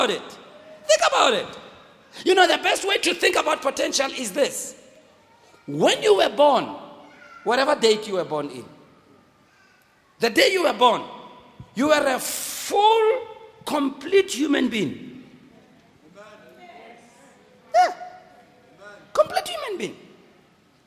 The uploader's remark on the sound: Preached on the 7th of February 2016 at GBC Pimville